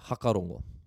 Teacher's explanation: If you're in Northland, you'll hear hakarongo. So that F sound isn't pronounced.